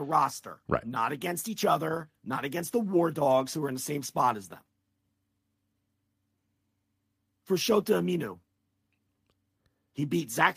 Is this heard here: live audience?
no